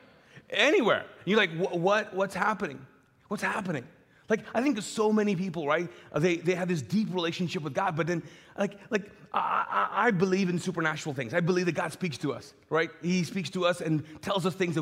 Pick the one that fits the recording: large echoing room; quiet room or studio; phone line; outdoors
large echoing room